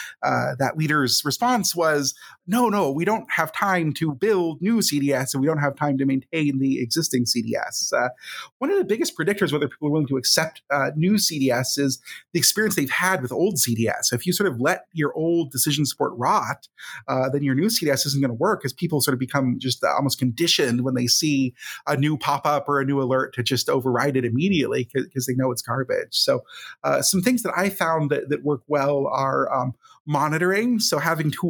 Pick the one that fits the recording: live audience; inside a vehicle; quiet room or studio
quiet room or studio